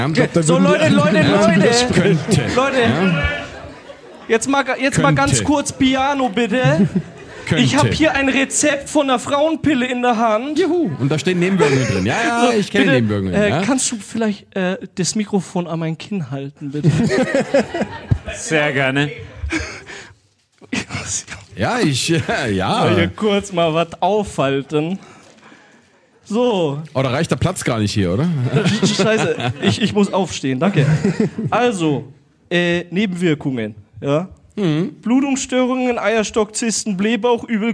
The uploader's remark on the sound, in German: Hatten wir unseren ersten Liveauftritt! Im Afterwork in Nürnberg hatten wir die Ehre, vor dem besten Publikum, in einer coolen Location und in der Gegenwart von tollen Unterstützer*innen eine Good News Folge aufzunehmen.